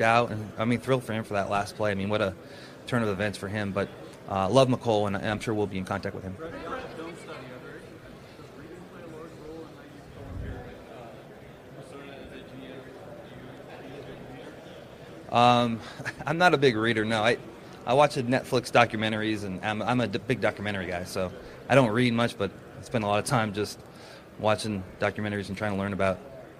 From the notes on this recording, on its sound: live from the NFL Combine